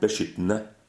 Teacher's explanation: so you almost lose the D completely. Yeah, it's there.